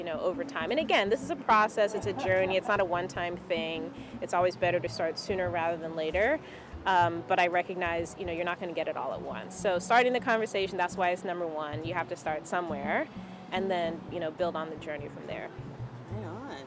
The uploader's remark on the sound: conversation recorded at a local Portland, ME brewery